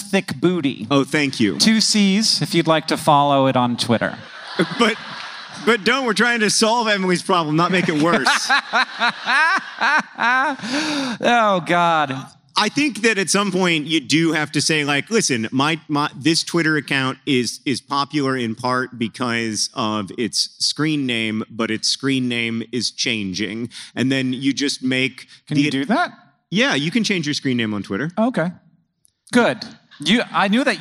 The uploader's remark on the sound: Live in Atlanta, GA!